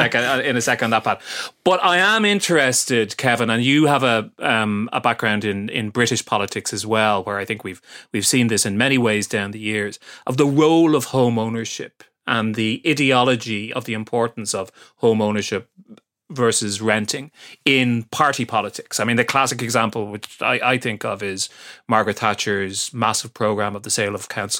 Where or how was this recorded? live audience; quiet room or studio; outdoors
quiet room or studio